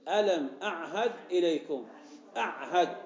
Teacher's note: نقول الهمزة والعين والهاء، هذه كلها من مخارج الحلق